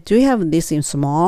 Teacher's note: 語尾は上げますね。イエスのクエスチョンなんで